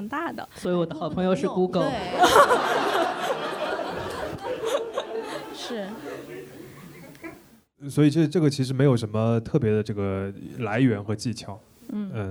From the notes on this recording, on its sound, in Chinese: 我们在北京举行了第二次听友见面会。但我们仍然决定放出一部分见面会的脱水录音。人类高质量现场问答。